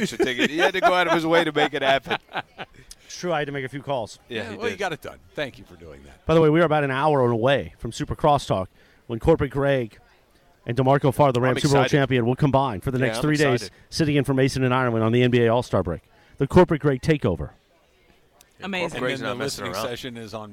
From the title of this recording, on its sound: LIVE from the Genesis Invitational